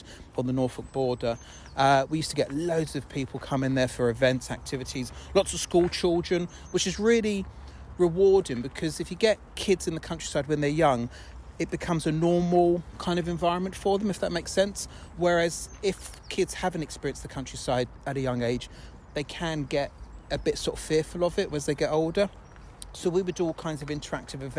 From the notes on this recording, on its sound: laces up her walking boots and takes her dog for a stroll